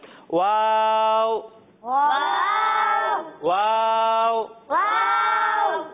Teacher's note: اسے ہم کھینچ کر پڑھیں گے اور اسے ہم دونوں ہونٹوں کو گول کر کر ادا کریں گے